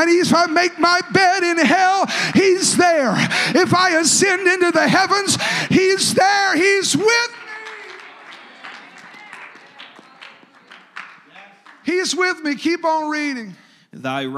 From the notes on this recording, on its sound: a service recording from Connect Point UPC